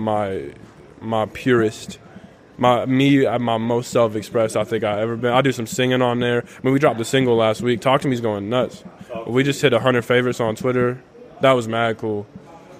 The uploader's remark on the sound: Recorded live on New Year's Eve from South Sixth Bodega at their new home inside the Tucson Mall.